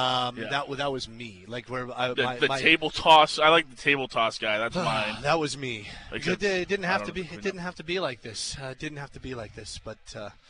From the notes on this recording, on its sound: Live from the Shaw Charity Classic